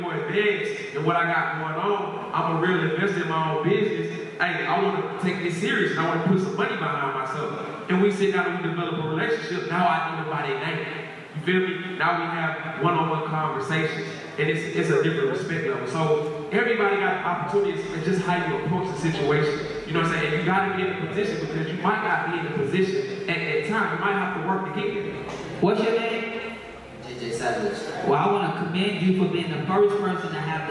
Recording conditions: live audience